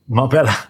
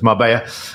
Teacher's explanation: It's double L, but obviously in Spanish that's pronounced with a yeah sound · Shown in: second take · so it's Marbella.